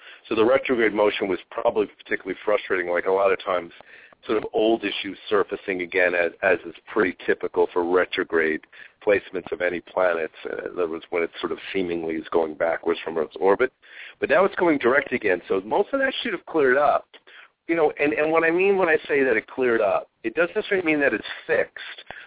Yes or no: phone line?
yes